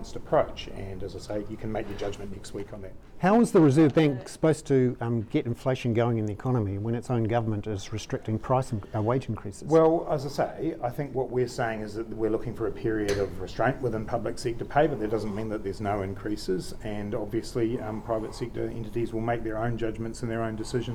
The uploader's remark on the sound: Was part of the ‘stand-up’ news conference held shortly after. I’ve included our questions and answers in the audio above.